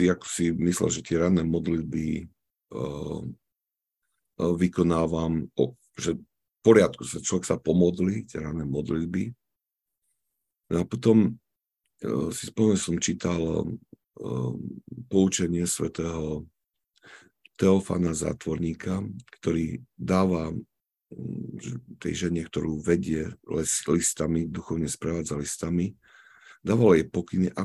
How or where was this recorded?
video call